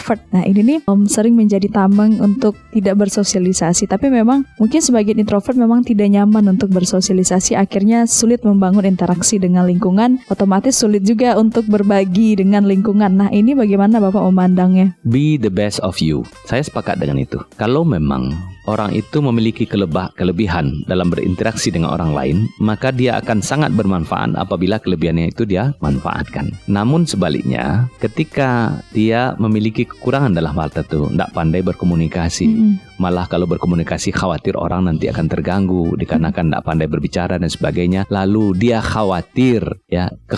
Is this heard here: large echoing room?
no